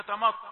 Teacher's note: الميم رقيقة والطاء مفخمة، فكيف تسمع هكذا يا تا ما، ثلاثة أحرف مرققة ثم تأتي الطاء مفخمة.